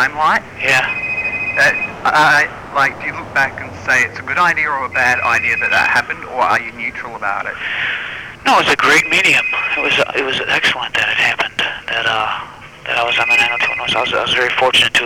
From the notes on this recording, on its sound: Audio quality is a shocker, due to tape-bleed from the only remaining copy of the interview.